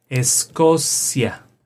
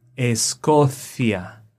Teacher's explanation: if you are speaking with a person like me from Mexico, you will say Escocia, like an S · Shown in: first take